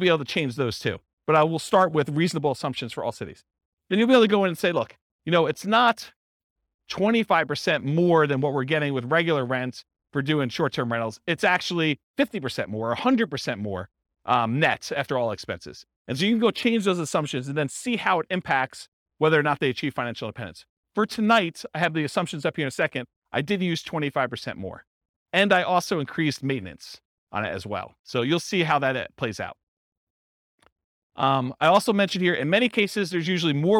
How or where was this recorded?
live audience